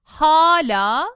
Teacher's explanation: Hala, the first one is long, and the second one is fronted.